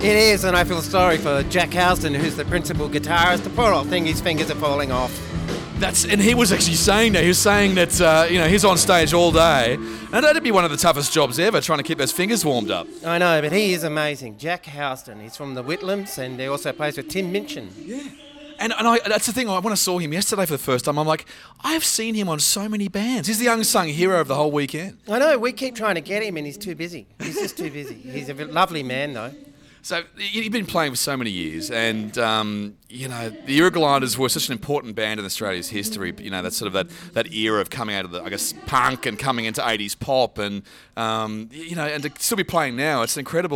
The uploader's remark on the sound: we go behind the scenes at the Mundi Mundi Bash at Broken Hill and talk to everyone, from the managers, promoters, artists, caterers and security.